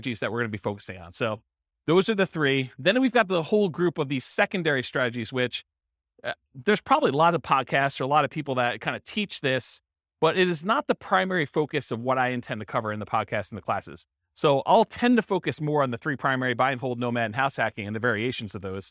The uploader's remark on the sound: This was a live class recorded